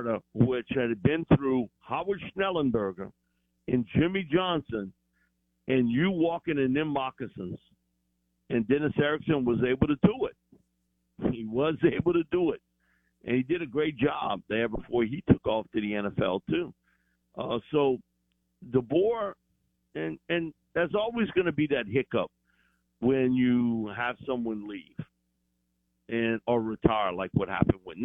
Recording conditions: phone line